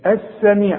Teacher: بتتحول اللام الى ايه، الى سين